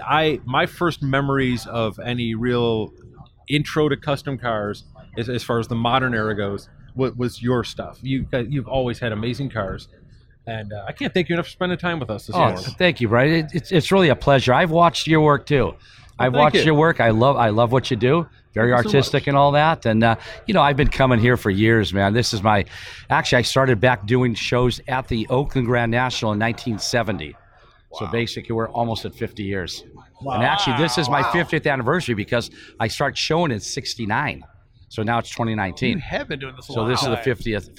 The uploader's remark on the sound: Recorded in The Round Six Experience at the 70th Grand National Roadster Show